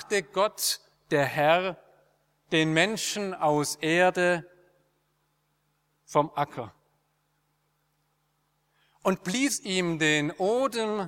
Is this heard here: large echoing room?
yes